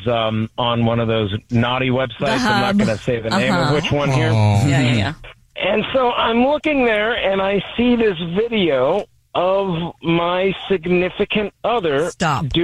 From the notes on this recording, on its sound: There is a guy on the phone